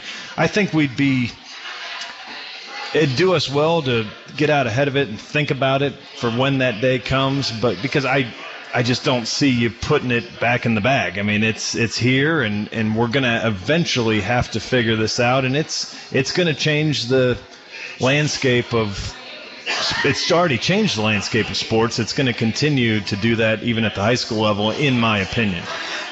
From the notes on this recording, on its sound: The Licking County Locker Room is broadcast live each week from Stein Brewing Company in downtown Newark.